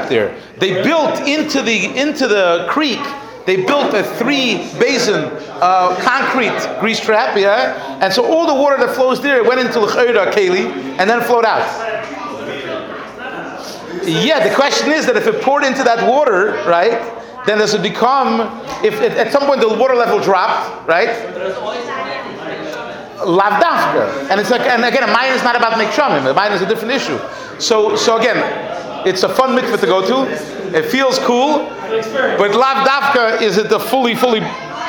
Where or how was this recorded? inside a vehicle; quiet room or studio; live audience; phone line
live audience